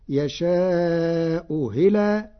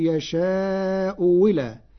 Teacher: قرأ ورش في كلمتي يشاء إلى بوجهين: الأول تسهيل الهمزة الثانية، والثاني إبدالها واوا محضة فتصير يشاء هلا أو يشاء ولا جمعا بين اللغات.